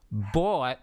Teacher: If you feel your lips coming forward, bought, you're Australian.